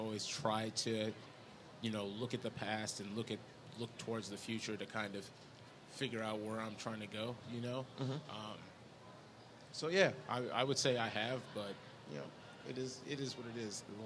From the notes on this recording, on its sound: LIVE from the FINAL Wizard World Chicago